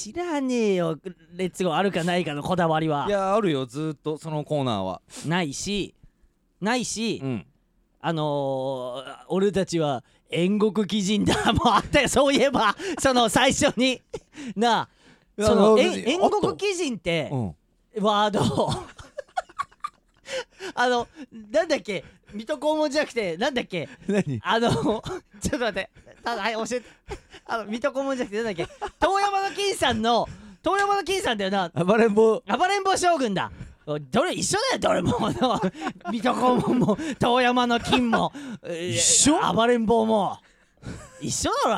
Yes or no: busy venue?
no